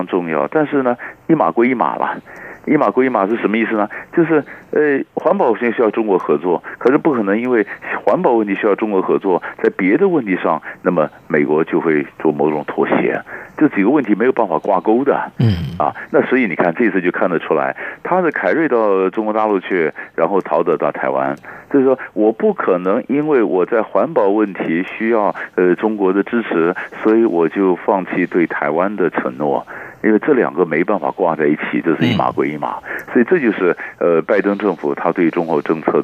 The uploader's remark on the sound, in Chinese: 連線訪問